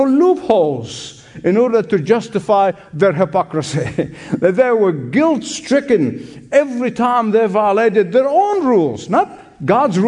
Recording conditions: live audience